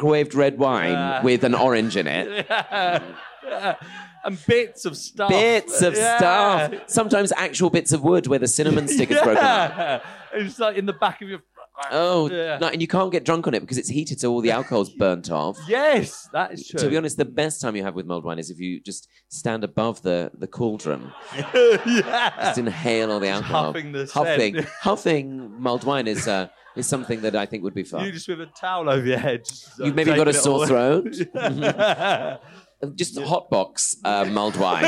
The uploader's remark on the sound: Recorded live in front of an audience at 2Northdown in London!